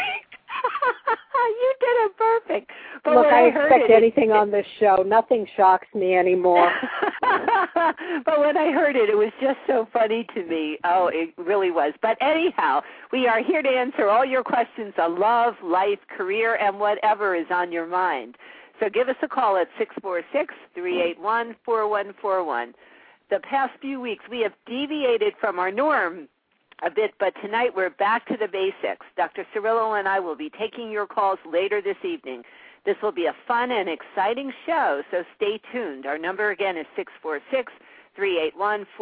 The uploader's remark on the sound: Take your calls on the air - LIVE!!! A live call-in radio talk show.